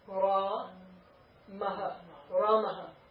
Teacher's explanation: The visarga aspirates the final vowel